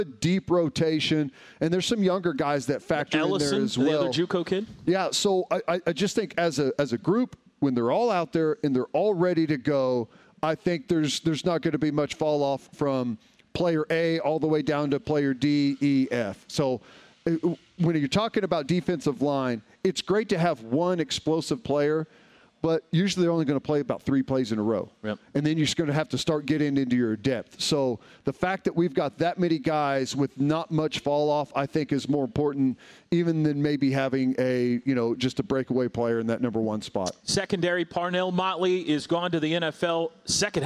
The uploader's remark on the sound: the Huddle Reloaded LIVE form Rudy's